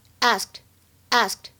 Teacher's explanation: 这里的 ask 后面加了 E D 以后呢，这个 E D 发的是 T D 音。那么这样子的话呢，我们就有一个完全失去爆破的现象了。 · IPA: [ɑ:skt]/[æskt]